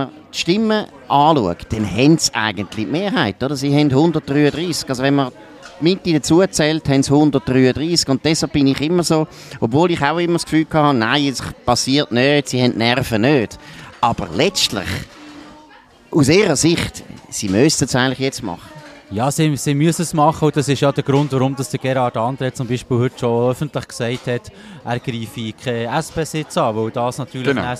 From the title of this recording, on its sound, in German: Bern einfach Live aus der Bellevue-Bar